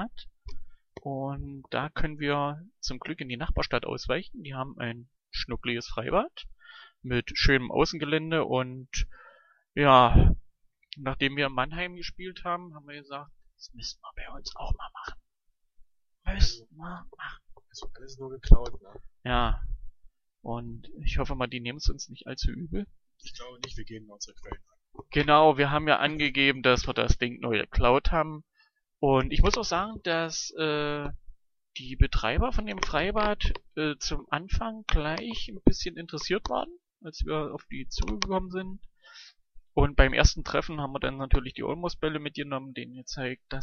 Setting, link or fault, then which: fault, poor sound quality